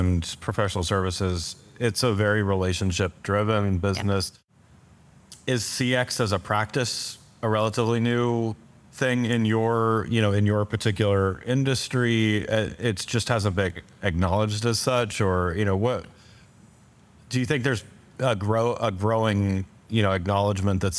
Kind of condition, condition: setting, busy venue